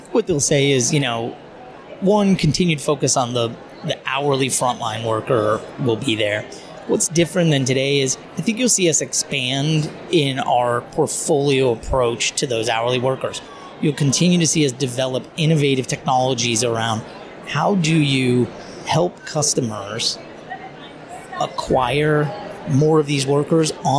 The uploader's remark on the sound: Live from SHRM.